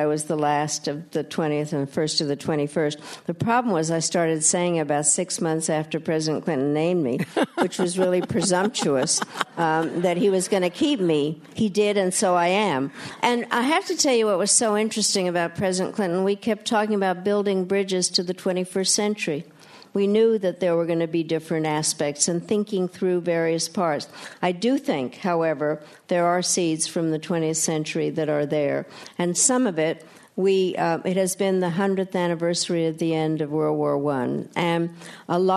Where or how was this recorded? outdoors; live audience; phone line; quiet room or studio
live audience